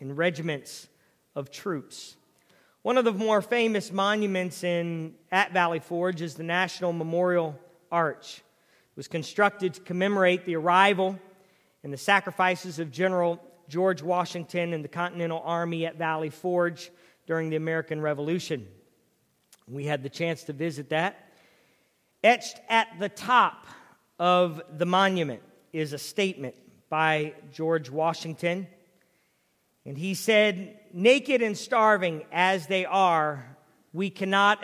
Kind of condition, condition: setting, large echoing room